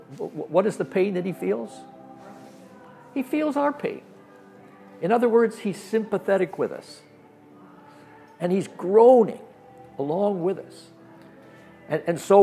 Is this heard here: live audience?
yes